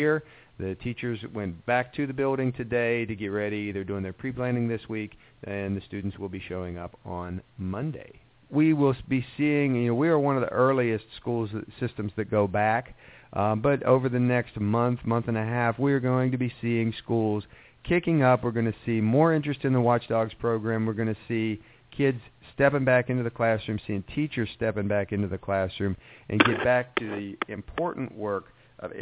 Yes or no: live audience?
no